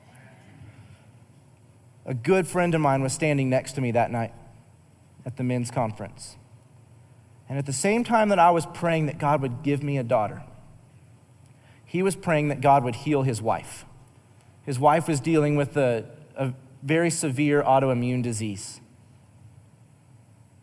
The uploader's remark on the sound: Recorded live during our Wednesday night service